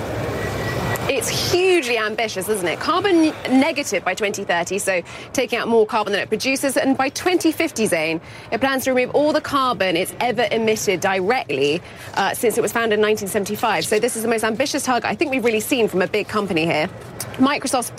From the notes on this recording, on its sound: live from the New York Stock Exchange